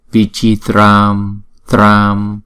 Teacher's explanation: không đọc là trăm mà đọc là tram, tờ r nè, a là kéo dài hai nhịp